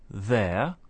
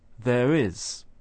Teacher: we can say there by itself without an R sound, but we say there is, where we can hear a linking R